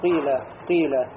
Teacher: Получается не чистый кясра будет, а кясра, переходящая в домму. · Term: ишмам